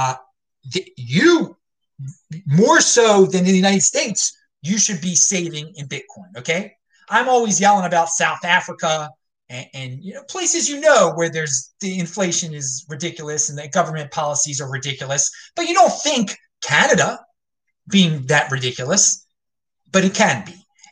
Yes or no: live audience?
no